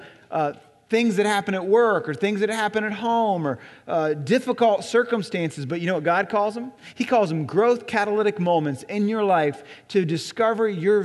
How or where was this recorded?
large echoing room